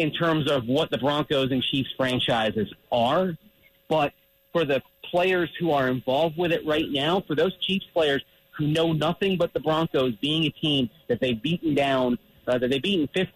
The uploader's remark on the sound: Hops on the line live from Coors Field.